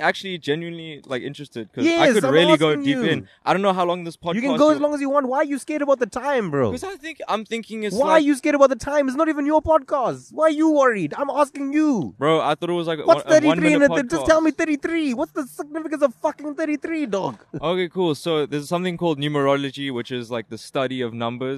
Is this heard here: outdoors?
yes